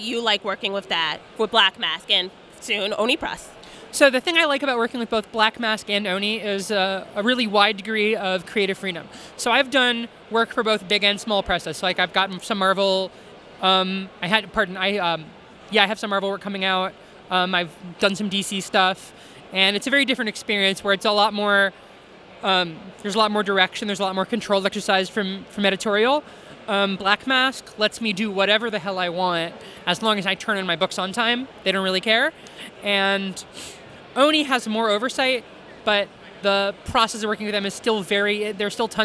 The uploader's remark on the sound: Interview at Five Points Festival 2017